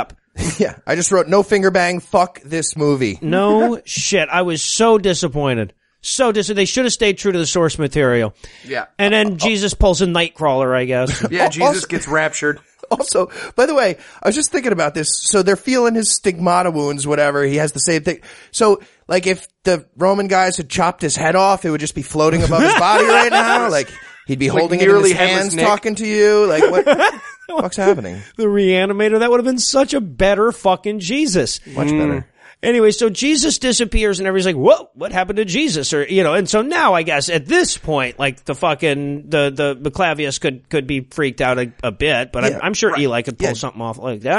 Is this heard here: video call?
no